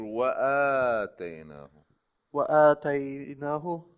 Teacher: هي الهمزة قبل الألف مش على الألف فبصير همزة ومد